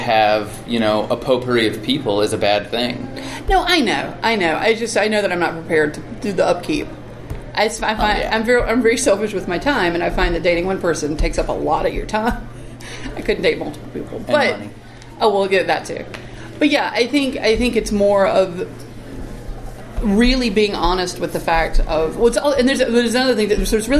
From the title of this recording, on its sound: live from PSCC!